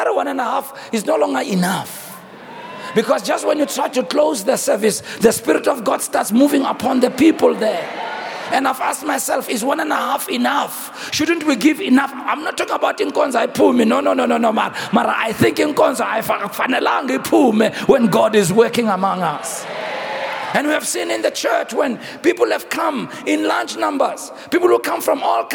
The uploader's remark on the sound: preached on the 03rd of October, 2023 at our Annual Homecoming Conference, Word Explosion 2023